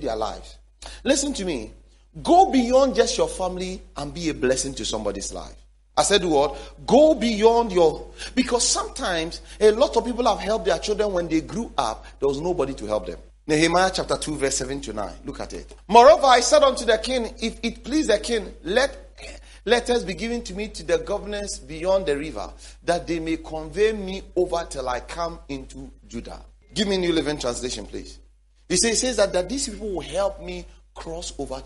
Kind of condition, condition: setting, large echoing room